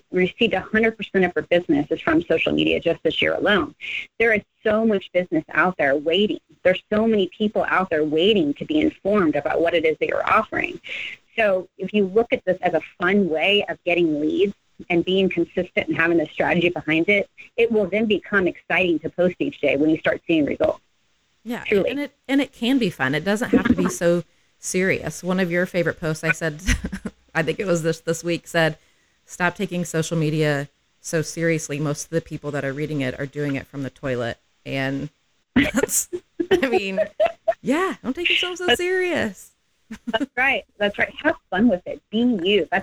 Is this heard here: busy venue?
no